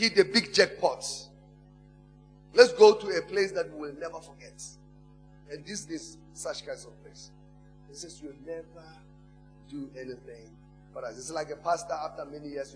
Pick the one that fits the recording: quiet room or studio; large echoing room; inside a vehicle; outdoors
large echoing room